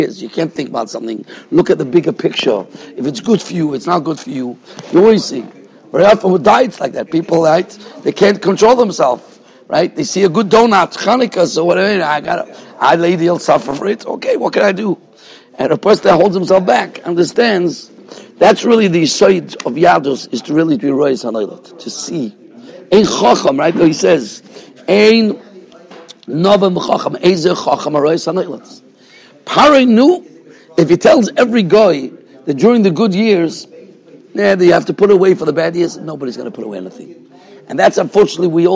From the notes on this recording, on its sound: Shiur recorded in Yeshivas Ohr Reuven, Monsey, NY